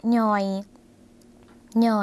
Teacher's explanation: หน่อยเสียงสั้นนะคะพอเสียงสั้นคุณผู้ชมคะเป็นเสียงขึ้นจมูกค่ะ